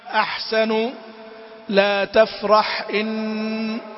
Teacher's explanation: الحاء تخرج من وسط الحلق، يعني أخت العين، يعني أخت العين. صفاتها الهمس والرخاوة والاستفال والانفتاح · Term: حرف الحاء